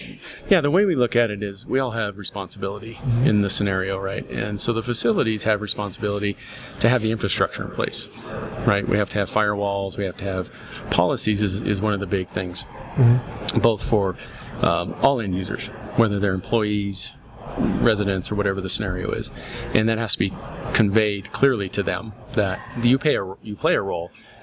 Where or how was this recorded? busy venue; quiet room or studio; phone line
busy venue